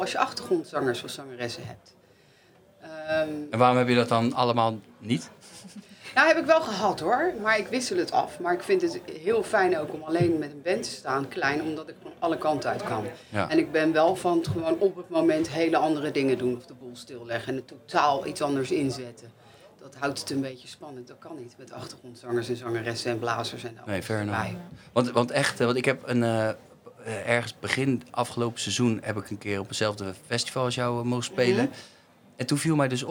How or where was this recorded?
busy venue